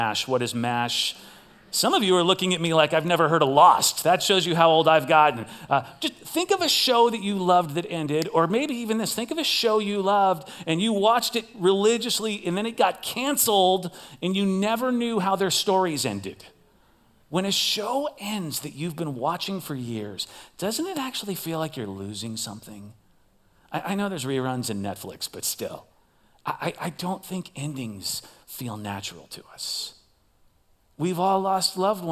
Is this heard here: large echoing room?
yes